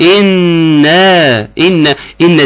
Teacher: خد بالك من النون حرف غنة مشدد